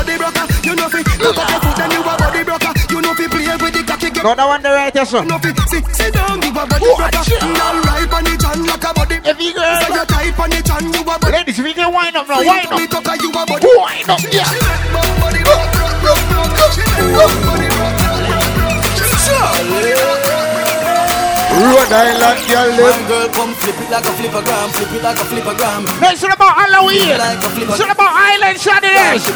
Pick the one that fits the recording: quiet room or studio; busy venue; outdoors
busy venue